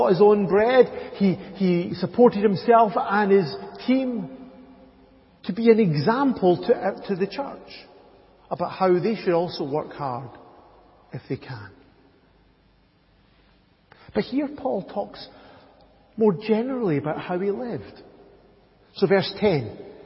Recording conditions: large echoing room